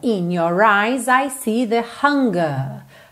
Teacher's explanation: Aqui ele não está falando your, porque ele já está juntando no eyes.